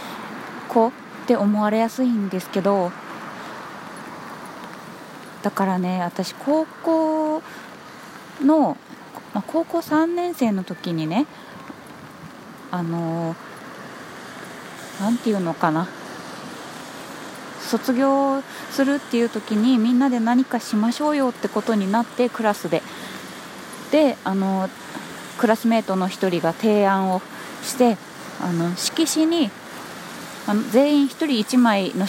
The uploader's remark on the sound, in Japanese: 初めて外を歩きながら収録してみたら。店に着いたのでとりあえず一旦配信。雨 #外で収録。